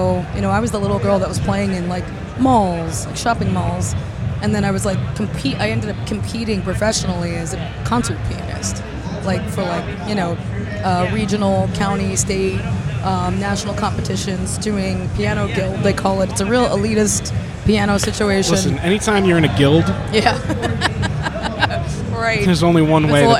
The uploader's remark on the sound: Live from The NAMM Show. Live from The 2020 NAMM Show.